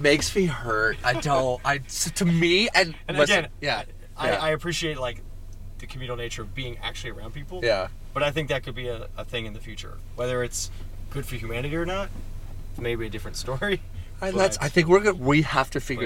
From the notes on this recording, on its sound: Car episode. We spent 30 minutes in the car before going to SOUND nightclub in Chicago.